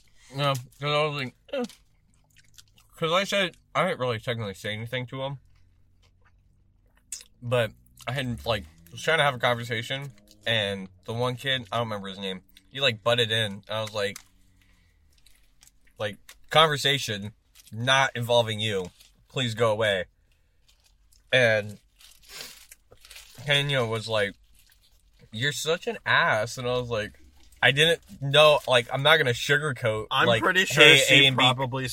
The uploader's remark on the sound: From the Car